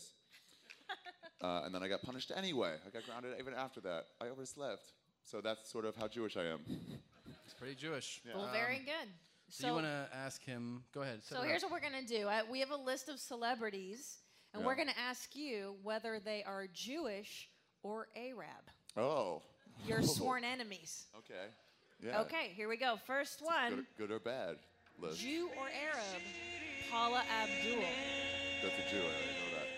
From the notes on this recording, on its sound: The first ever LIVE Momcast could not have been more fun.